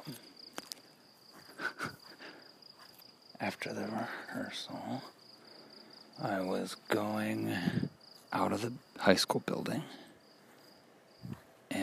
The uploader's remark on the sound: Using the method/format of recording a “memory” WHILE I’m exploring. Recording while walking method makes it interesting I think, and automatically adds a bit of Foley to the episode without post editing!